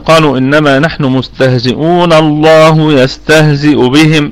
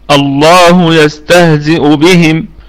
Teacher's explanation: اذا هي في حالة الوصل تكون همزة وصل، وفي حالة الابتداء من على الكلمة تكون همزة محققة في البدء